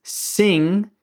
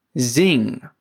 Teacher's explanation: Cuidado acá con la pronunciación. No es sing, sino zing. Con vibraciones. · Shown in: second take